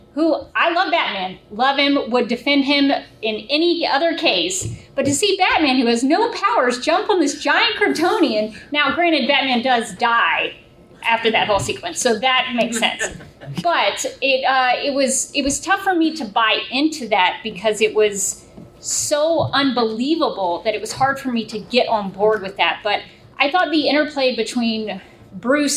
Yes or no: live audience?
yes